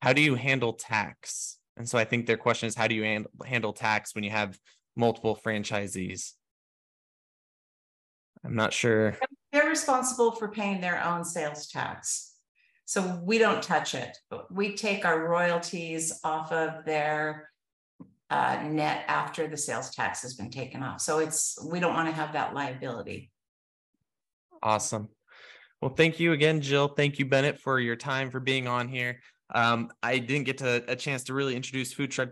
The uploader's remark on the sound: This episode was recorded from our Food Truck Beast Webinar.